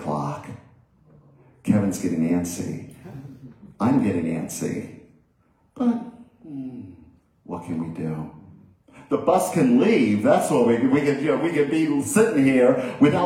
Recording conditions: large echoing room